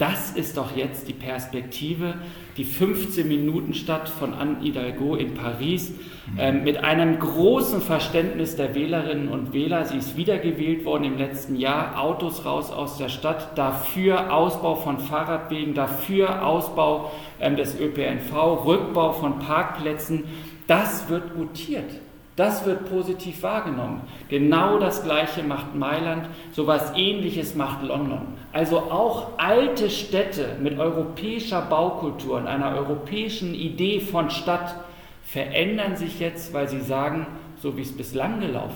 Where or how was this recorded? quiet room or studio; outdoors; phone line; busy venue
busy venue